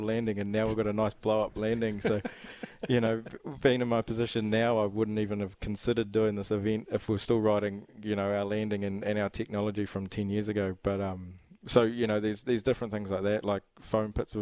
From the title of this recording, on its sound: LIVE from the Slog Sweep Event in Palmy North